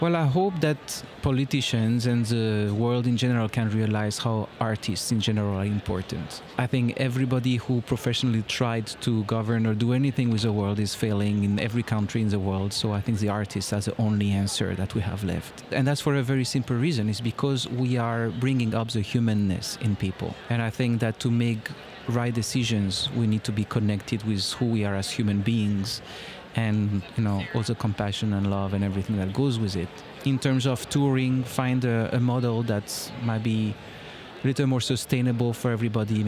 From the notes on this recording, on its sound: Live From Our Booth at MAX